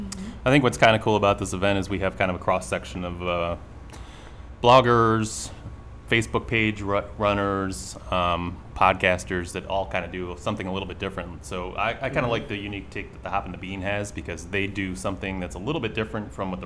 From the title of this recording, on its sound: Live From Nostalgia Brewing Company